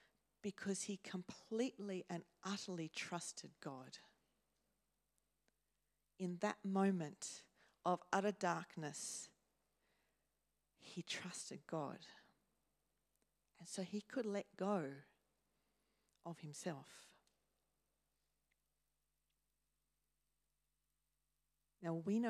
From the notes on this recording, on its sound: first preached in C3 Bathurst on 19 November 2023